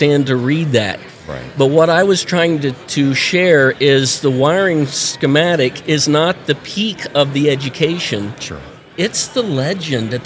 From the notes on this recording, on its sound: at the 2023 National HVACR Education Conference